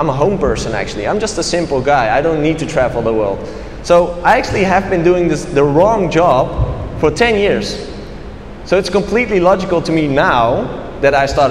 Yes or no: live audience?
yes